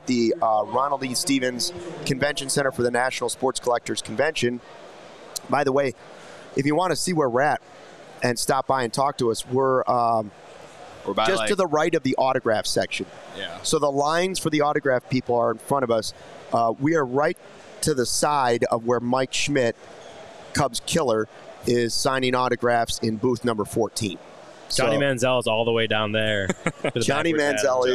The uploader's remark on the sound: Live from the National Sports Collectors Convention in Rosemont. The CHGO Cubs Podcast crew is out and about with the Diehards!